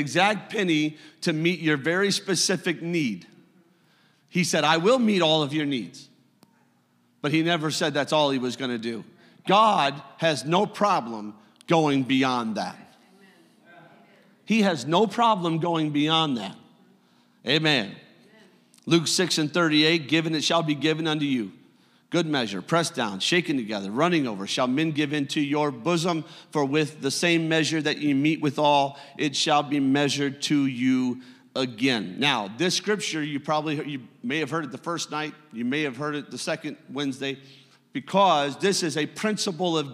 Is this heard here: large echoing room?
yes